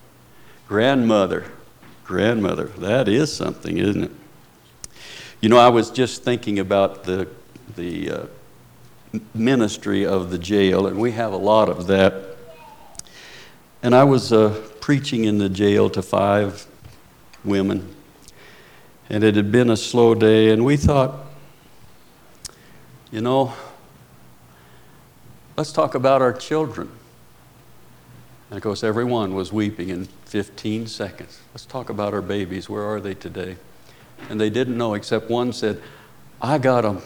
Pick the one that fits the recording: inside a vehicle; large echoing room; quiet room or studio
large echoing room